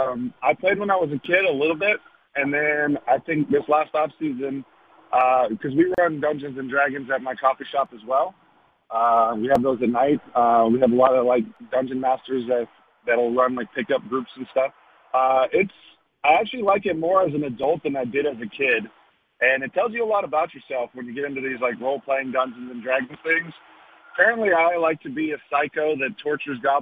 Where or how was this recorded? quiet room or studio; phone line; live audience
phone line